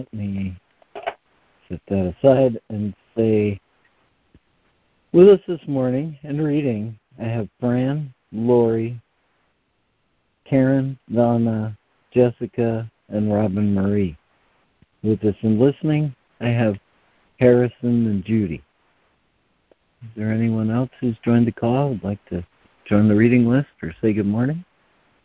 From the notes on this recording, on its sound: ACIM Daily Conference Call